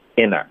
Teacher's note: 美式发音中，如果你有一个 n 的音连到一个 t 的音，后面再带一个元音呢，这个 t 的音会彻底消失，连一个干脆停顿都不需要